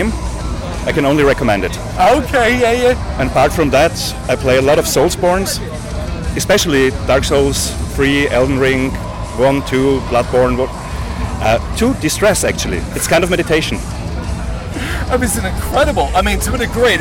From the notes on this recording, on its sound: Bloodstock 2023 Interviews.